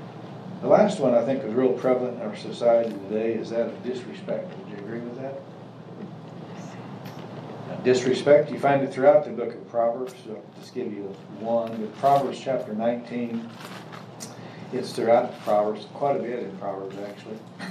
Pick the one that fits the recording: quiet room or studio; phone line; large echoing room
large echoing room